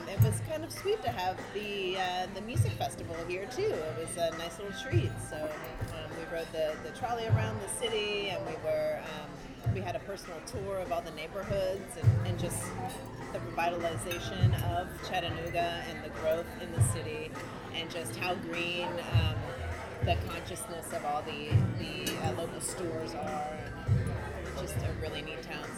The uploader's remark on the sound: Live from the Bridge: Wine Over Water 2018. I chronicled the excitement of my Wine Over Water weekend.